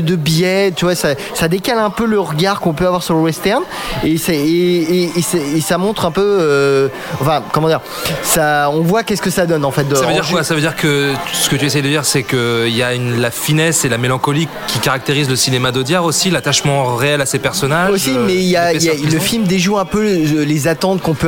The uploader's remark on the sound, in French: L’équipe reprend ses quartiers au Hurling. Fin de Séance donne la parole au public en lançant une section micro-trottoir ! Enregistré au Hurling pub ( 8 Rue Descartes, 75005 Paris ).